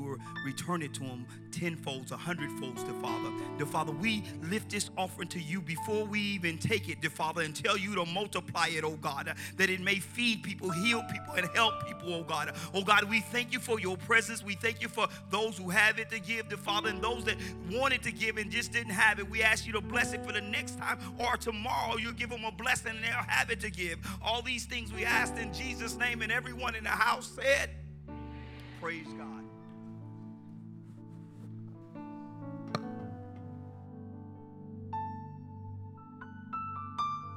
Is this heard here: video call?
no